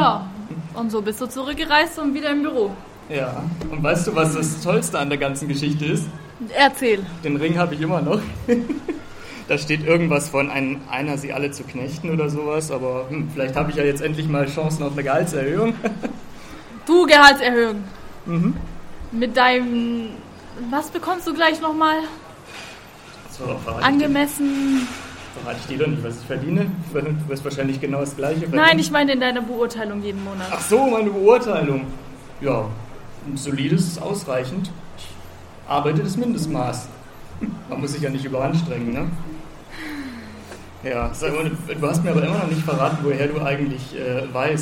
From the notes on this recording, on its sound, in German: Unser Live Auftritt bei Annotopia!